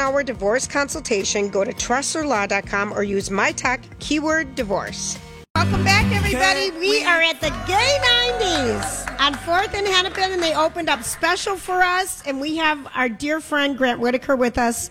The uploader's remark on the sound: Live from Gay 90s